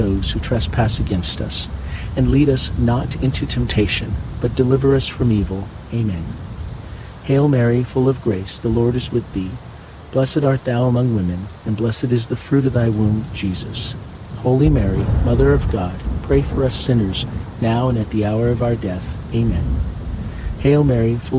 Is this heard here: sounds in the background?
yes